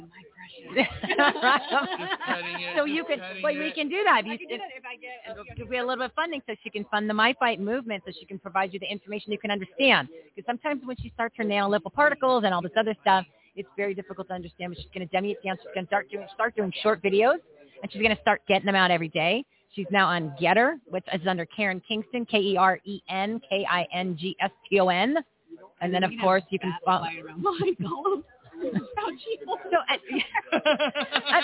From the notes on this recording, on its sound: LIVE FROM REAWAKEN TOUR IN PHOENIX